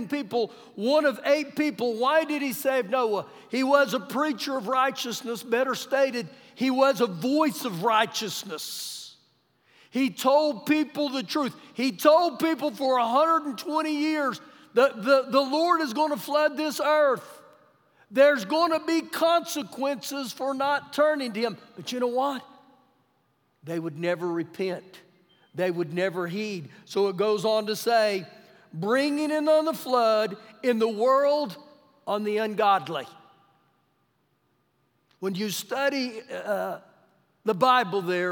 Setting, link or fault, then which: setting, large echoing room